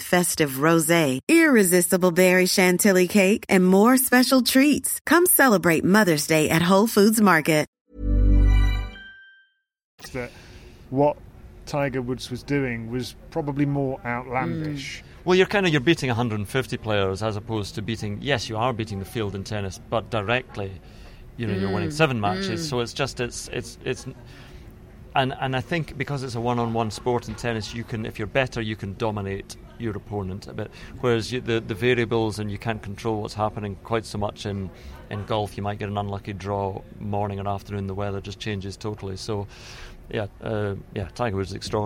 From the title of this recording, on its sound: Live from Wimbledon Day 12